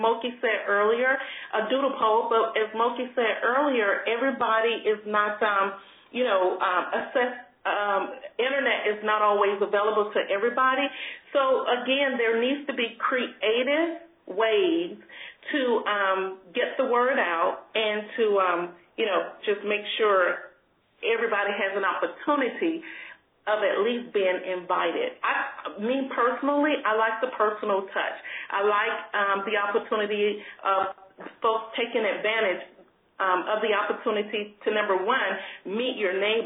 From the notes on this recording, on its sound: an hour-long conference call